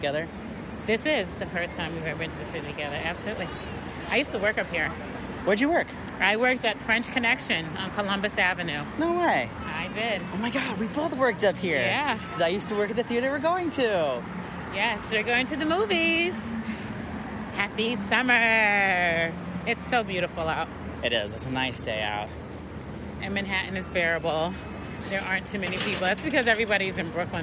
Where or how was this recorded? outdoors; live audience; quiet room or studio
outdoors